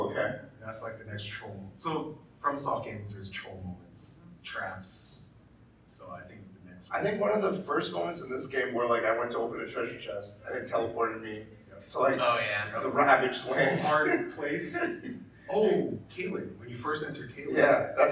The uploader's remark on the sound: LA Comic Con 2022. We delivered and gave a crazy panel with a WILD audience in attendance! Audio is not as clean as regular episodes due to change of equipment at the show.